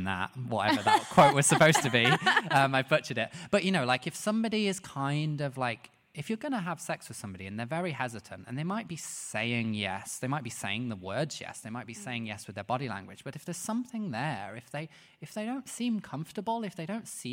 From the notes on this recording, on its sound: Live at VidCon London. Heads out of the studio and in front of an audience.